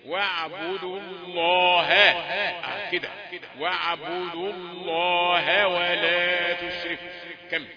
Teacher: فخمت لفظ الجلالة الله، لكن الهاء رقيقة